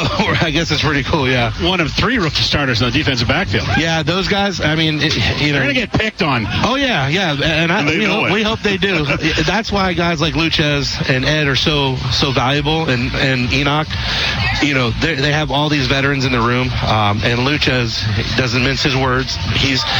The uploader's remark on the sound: LIVE from Commonwealth Stadium for Fan Day